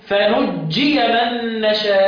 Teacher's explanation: هحذف النون الثاني وشدد يبقى هشدد الجيم